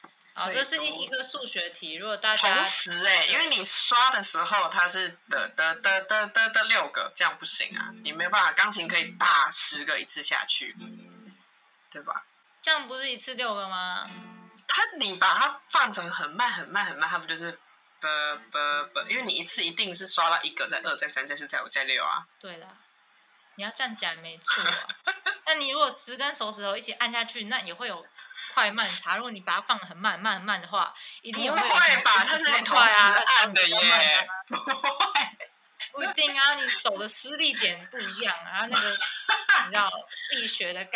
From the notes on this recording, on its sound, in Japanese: 可能最近都會是疫情版本 音質比較差。